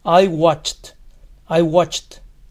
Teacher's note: El verbo termina en sonido che, así que ed suena como t.